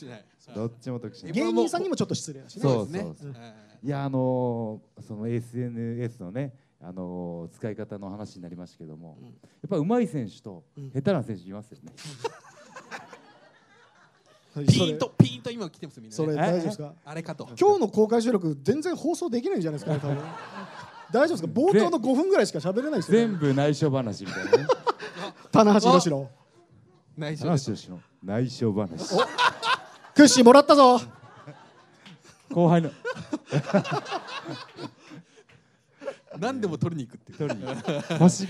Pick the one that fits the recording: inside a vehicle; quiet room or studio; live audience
live audience